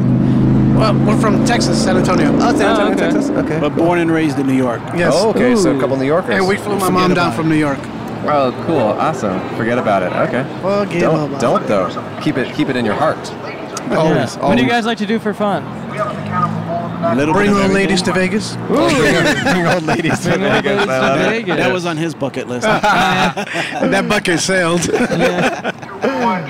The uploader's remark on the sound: Recorded on the Las Vegas Strip at 1:00AM.